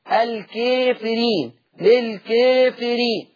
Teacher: المقلل لورش قولا واحدا كلمة الكافرين وللكافرين، دايما كلمة الكافرين اللي بعد الراء المكسورة ياء ونون، دايما اللفظ ده مقلل لورش قولا واحدا